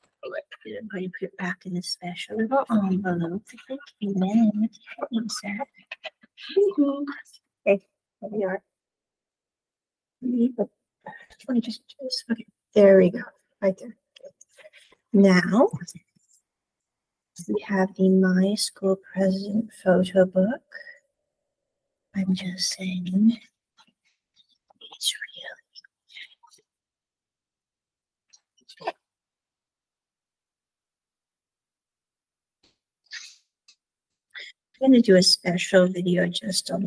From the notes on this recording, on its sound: Sorry for the poor audio quality--this was recorded earlier this year and I was still working out audio kinks.